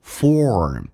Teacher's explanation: 在美式发音需要重度卷舌